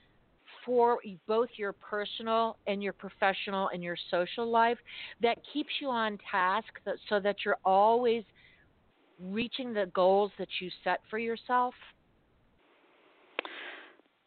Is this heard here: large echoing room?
no